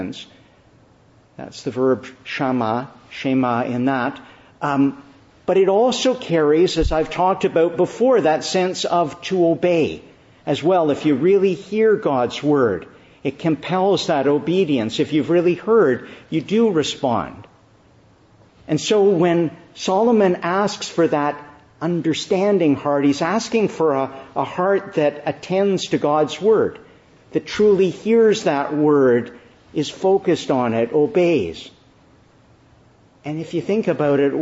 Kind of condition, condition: setting, large echoing room